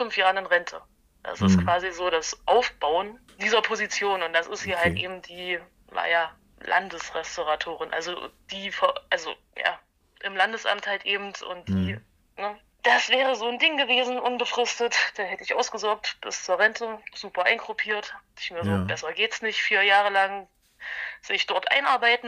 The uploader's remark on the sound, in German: Diese Folge musste aufgrund von technischen Widrigkeiten via Telefon aufgenommen werden. Daher können die Lautstärken tatsächlich etwas schwanken.